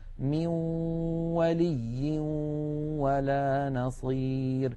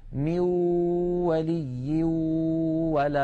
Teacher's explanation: هنا يا إخوتي عند الإدغام بغنة يخرج صوتان في آن واحد، واو من الشفتين في المثال الذي معنا، وغنة من الخيشوم، مجموع هذين الصوتين يشكل النون المدغمة في الواو. من الأنف يخرج غنة ومن الشفتين تخرج واو، يبدأان معا وينتهيان معا · Shown in: first take · بعض إخواننا يقول ميو يبدأ بواو ثم يتبعها بغنة، فلا بد من أن يبدأ معا وينتهيا معا، ولا يطغى صوت على صوت، يعني 50% غنة و 50% واو، أو 50% غنة و 50% ياء.